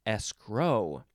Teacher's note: You can also emphasize the second syllable